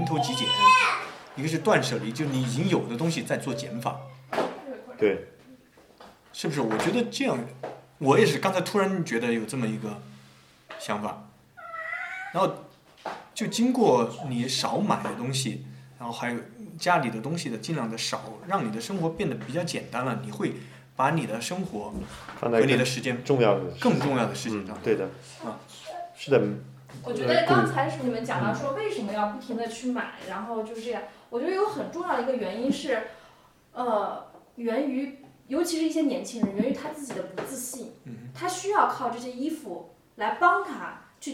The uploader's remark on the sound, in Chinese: 四位主播在德国新的一轮lockdown之前又有机会聚在了一起。作为两家都有两个小娃的家庭，本期音频因为是带着娃录制，里面有大量小朋友的背景音。